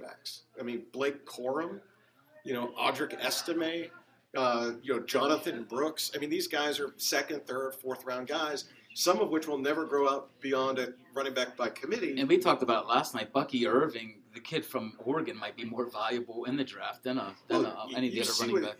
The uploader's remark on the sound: LIVE at Lucky's 13 Bar and Grille